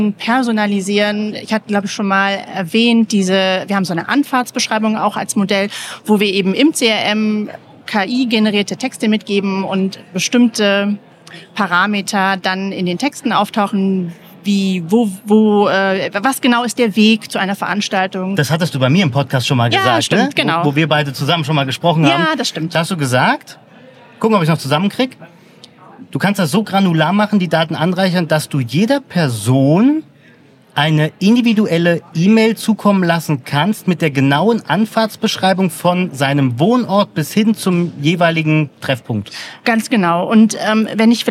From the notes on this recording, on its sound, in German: Live aus dem Podcast PopUp Studio. Die CX Days 2023.